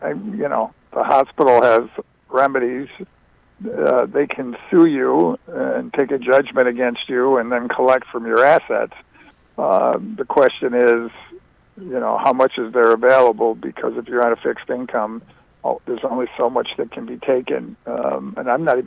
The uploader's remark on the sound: He had the director and producer duo call in today. Called in today.